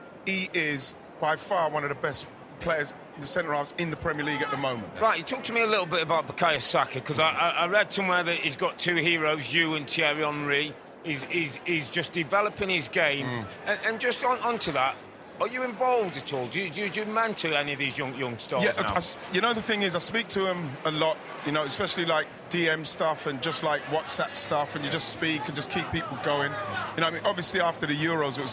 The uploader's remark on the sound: Live From Philadelphia Fan Fest